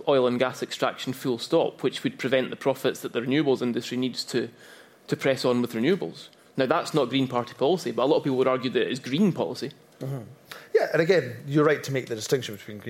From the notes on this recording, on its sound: Record in front of a live audience at Johnnie Walker Princes Street in Edinburgh.